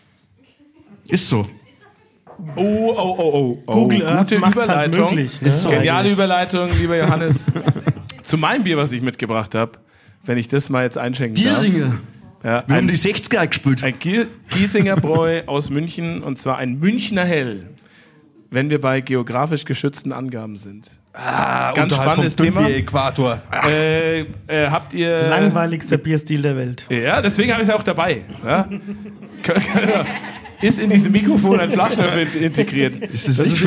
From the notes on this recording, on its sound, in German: In einer audiovisuellen Verkostung. Live im Afterwork.